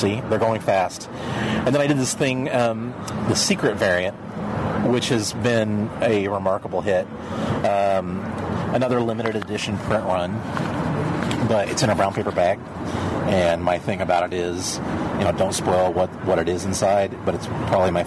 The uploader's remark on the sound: Live from Downtown Chicago's scenic Riverwalk